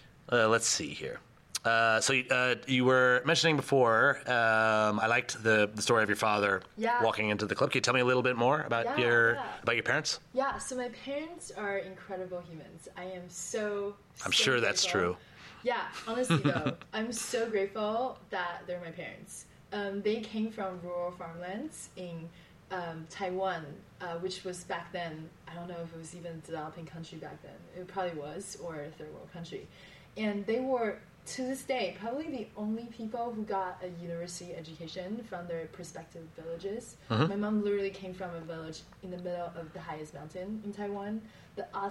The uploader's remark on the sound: set up a recording booth in the lobby at this year's Nexus Global Summit 2018